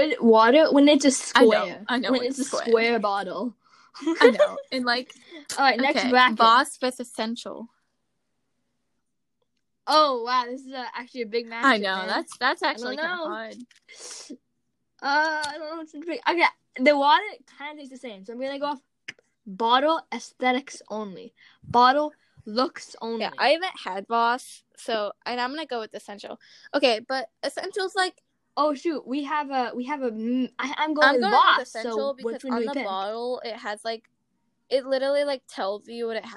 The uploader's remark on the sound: The audio got a little messed up